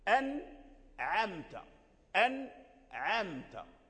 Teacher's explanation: فحصل زمان بين النطق بالنون الساكنة وبين الرجوع بالصوت إلى مخرج العين